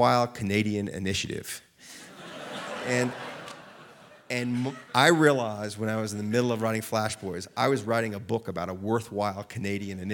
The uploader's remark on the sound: Recorded live at Aspen Words.